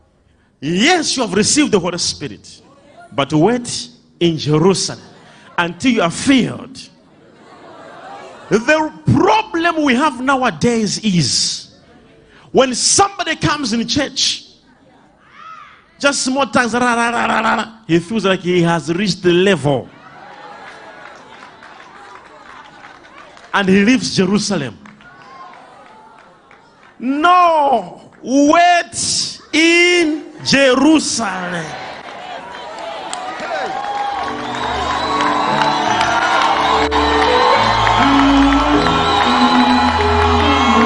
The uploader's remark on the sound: LIVE SUNDAY SERVICE